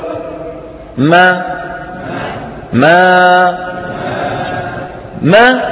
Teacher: هي المد الذي ينشأ من إشباع فتحة · ما ما ما، هذه ميم مفتوحة، لما قلنا ما وطولنا الصوت تحولت الفتحة إلى إيه؟ إلى ألف · Term: الألف